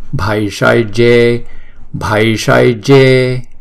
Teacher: Bhai là hai nhịp, sai là hai nhịp, je là hai nhịp luôn.